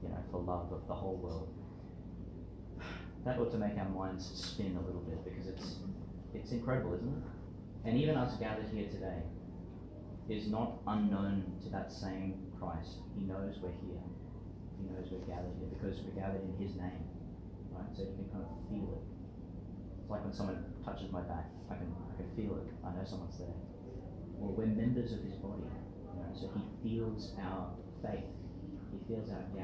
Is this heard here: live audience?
yes